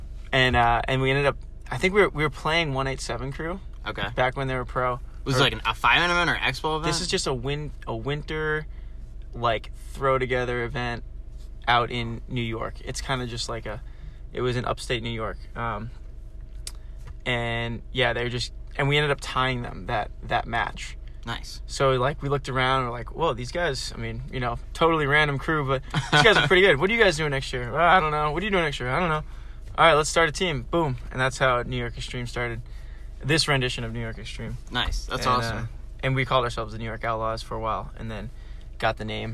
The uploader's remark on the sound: Recorded in my car at Boston Paintball.